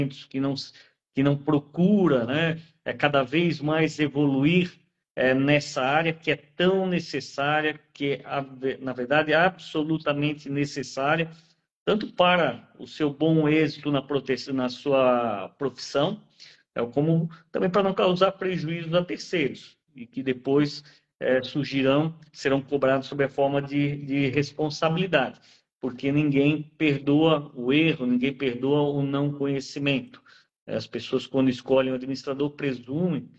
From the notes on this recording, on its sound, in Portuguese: Transmitida originalmente pelo Instagram, essa live aconteceu em 25/10/2023